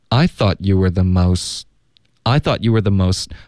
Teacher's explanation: most 的特省略